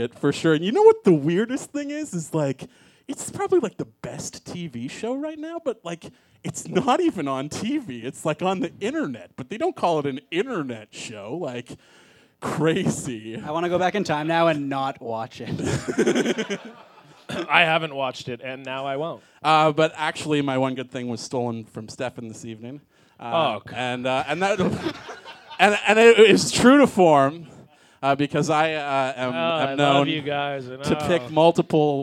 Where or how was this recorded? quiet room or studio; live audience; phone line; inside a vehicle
live audience